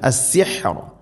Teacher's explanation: ഹ തൊണ്ടയുടെ മധ്യഭാഗം സുക്കൂനുമാണ്, അതുകൊണ്ട് ശ്രദ്ധിക്കണം